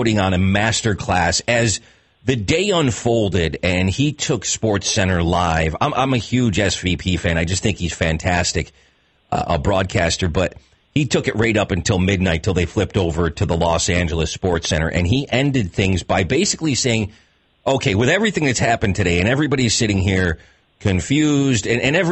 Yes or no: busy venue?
no